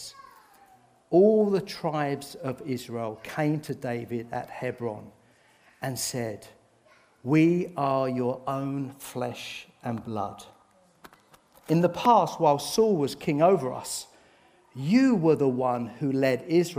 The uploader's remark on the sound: This sermon was recorded on Sunday 9th July 2023 at our Putnoe venue.